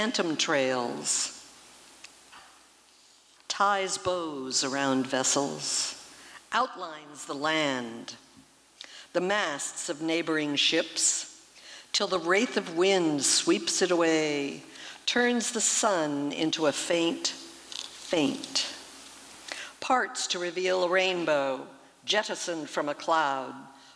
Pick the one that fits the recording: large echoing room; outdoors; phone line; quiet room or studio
large echoing room